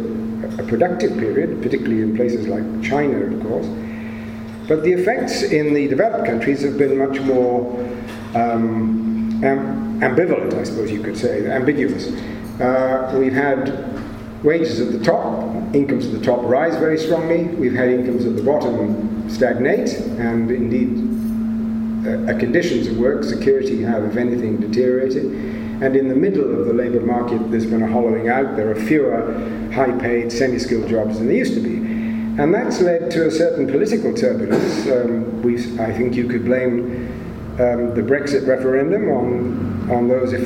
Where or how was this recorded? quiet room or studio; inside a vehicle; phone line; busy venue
busy venue